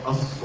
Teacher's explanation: يعني عندما تقول مثلا هي الصرخه، الخاء هذه مشدده هي اصلها خاءان، يعني واحده صوتيه واحده متحركه، فيعتبر اذا وردت شده بعد حرف المد فهي يصدق عليه انه جاء بعده السكون الاصلي، ينطبق عليه تعريف المد اللازم.